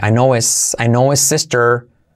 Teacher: I know his, salto la H y como e.